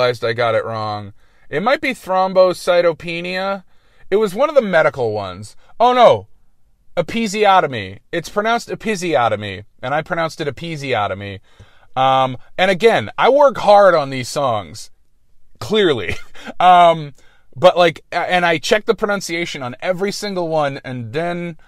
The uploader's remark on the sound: Record a podcast during their work commute while their car is broken.